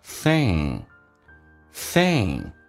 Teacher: 舌身往回稍微缩一点点，舌后端拦这个稍微的有点隆起来，靠向你个人的软腭 · Term: 后鼻音